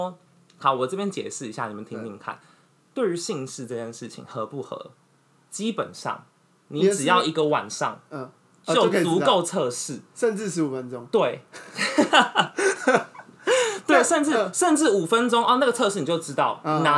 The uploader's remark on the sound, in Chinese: 然後第一次錄音 裝置有點技術問題有雜音。